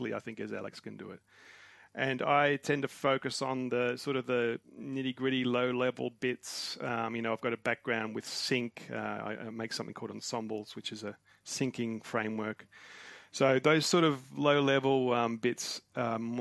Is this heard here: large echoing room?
no